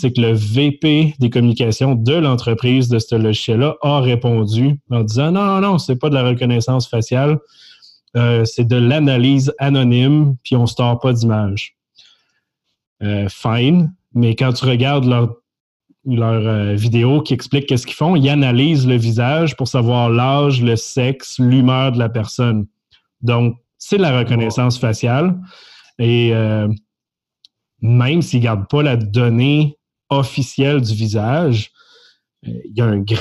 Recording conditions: video call